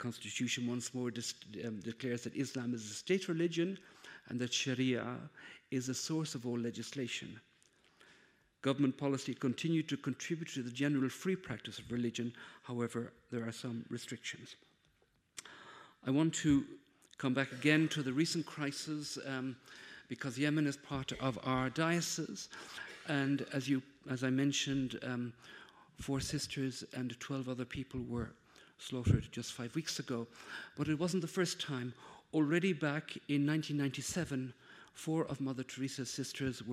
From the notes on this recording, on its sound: Conference given on April, 13th at Casa Árabe in Madrid